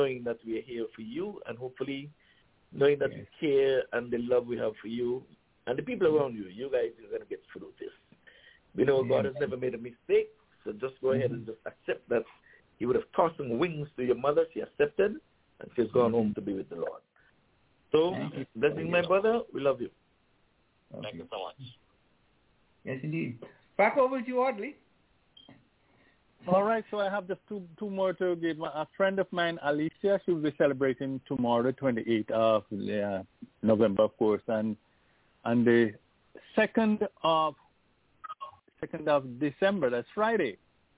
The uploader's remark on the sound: Telephone.